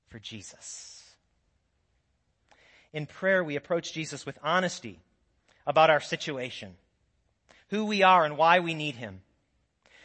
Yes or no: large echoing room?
yes